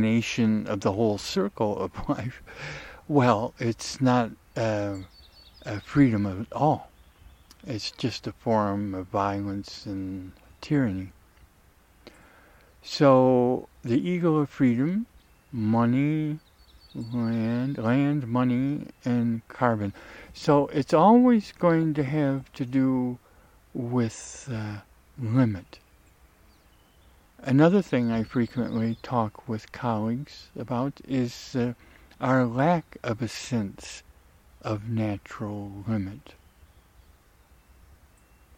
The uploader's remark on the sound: The meadow/ forest ecotone, where recording was made, OREGON.